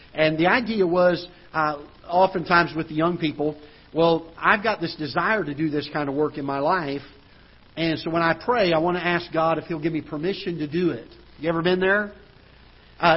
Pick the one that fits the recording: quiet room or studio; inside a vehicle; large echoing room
large echoing room